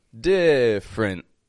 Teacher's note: So that middle E, totally omit that, take it out, and it's just a quick two syllable sounding word. It's spelled as if there are three, but it's only got two.